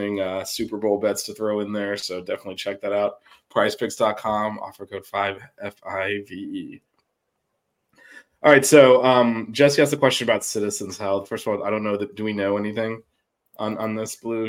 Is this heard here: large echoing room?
no